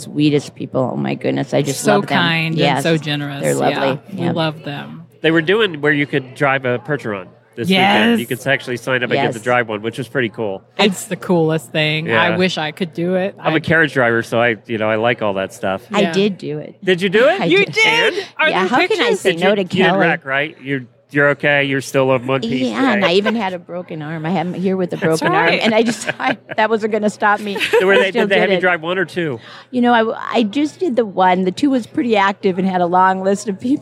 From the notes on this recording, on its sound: Live from Equine Affaire. Day 3 from Equine Affaire in Ohio.